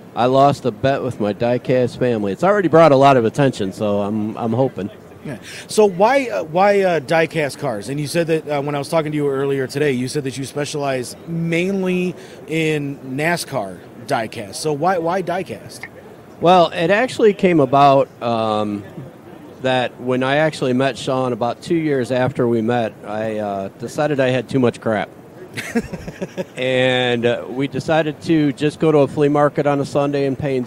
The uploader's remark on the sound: Live from the IX Center Piston Powered Auto-Rama